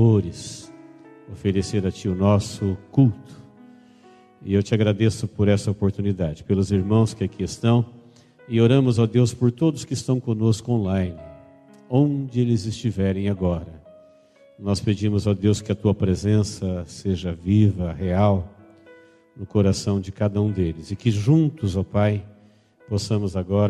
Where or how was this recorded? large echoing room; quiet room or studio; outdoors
large echoing room